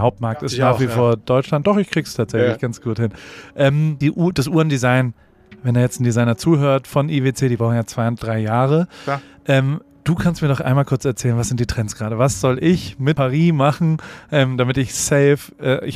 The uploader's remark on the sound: OMR Conference – Live Special